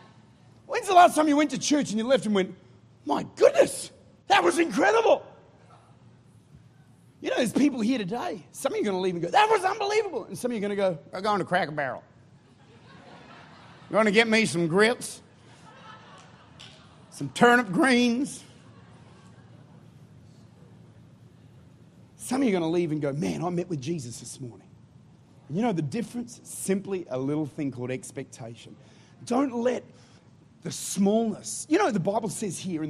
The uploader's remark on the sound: Recorded at Life Church, St. Louis, Missouri.